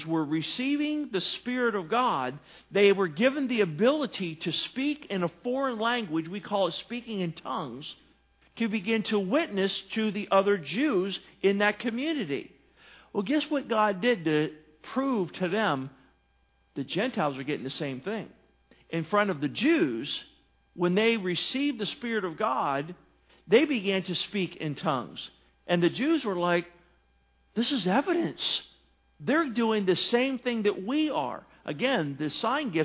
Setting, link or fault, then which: setting, large echoing room